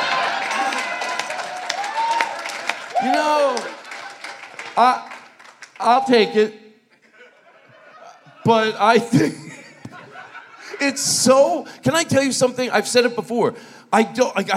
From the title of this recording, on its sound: Live from the LA Podcast Festival!